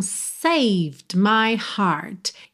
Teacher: Esse D some, então é como se você pronunciasse o save mesmo. O E final não é pronunciado, do V você já vai para o M de my